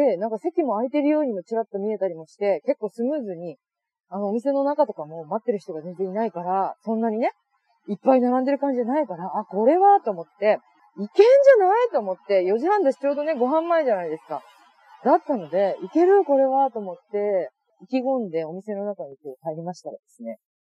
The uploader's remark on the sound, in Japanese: お散歩しながらの収録のため聞き取りづらい場面があると思いますがご了承願います